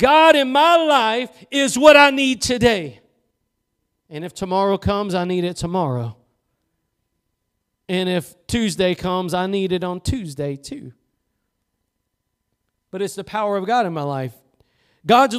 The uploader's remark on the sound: Preached at Gospel Lighthouse in Bossier City, La.